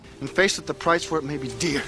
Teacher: He can't make up his mind whether to leave the R's in or take them out.